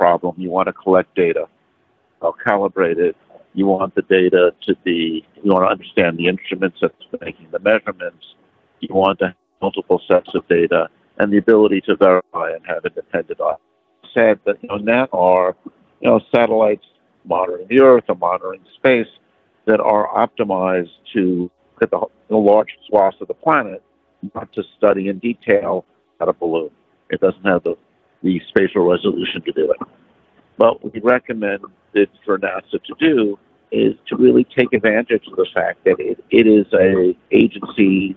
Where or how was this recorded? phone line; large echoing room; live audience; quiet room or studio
phone line